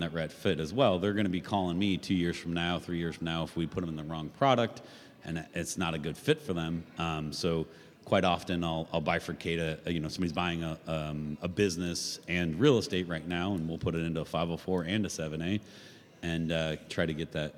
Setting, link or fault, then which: setting, busy venue